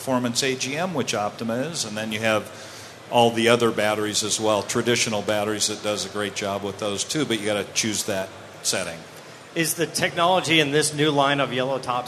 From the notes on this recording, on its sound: Live from Optima Batteries at SEMA 2017. A live CarCast from the Optima Batteries booth on Day 1 of SEMA 2017.